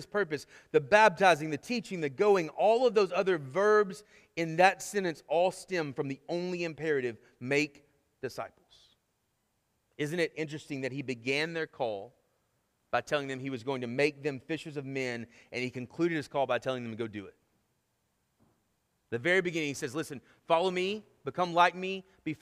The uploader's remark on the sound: Sermon Audio from our Worship service